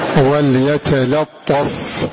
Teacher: وليتلطف فهنا أن الطاء نعم اللام مفتوحة ولكن الطاء وقعت بعدها. فاللام هنا مرققة، بل ويجب الاحتراس في ترقيقها لوقوع حرف مستعل بعدها